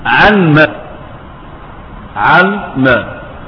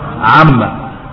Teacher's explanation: عما، اللي هي عين ميم، يبقى النون دخلت في الميم والألف ايه؟ حذفت · Shown in: second take